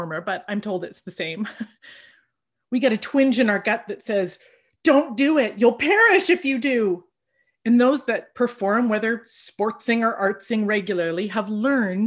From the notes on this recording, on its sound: For our zoom gathering this week.